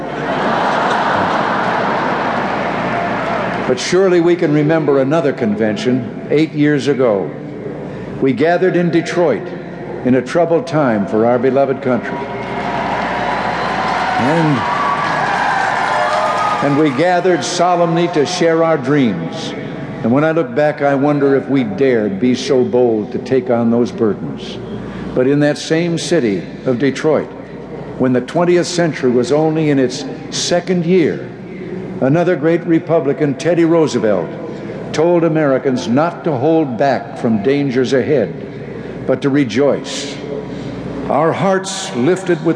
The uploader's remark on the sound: Farewell Address at the Republican National Convention. Format: Original Recording.